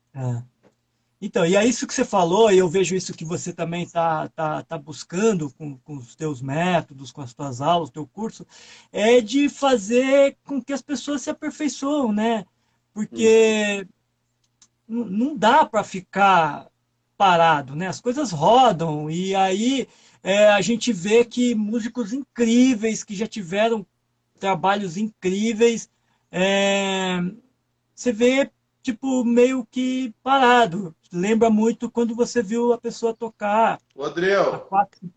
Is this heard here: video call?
yes